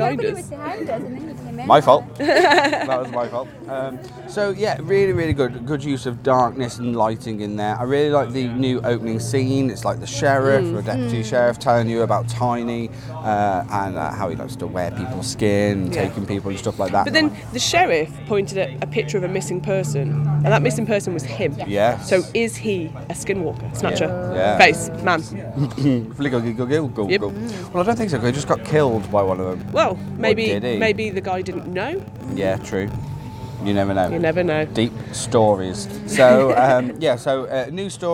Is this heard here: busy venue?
yes